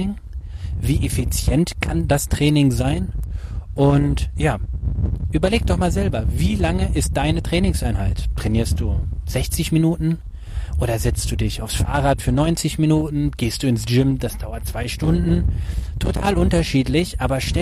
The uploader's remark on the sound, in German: Die heutige Podcastepisode wurde im Park aufgenommen. Ich bitte die ungewöhnlich schlechte Qualität zu entschuldigen.